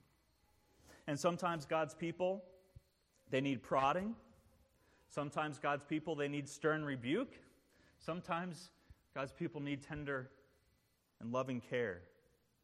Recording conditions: large echoing room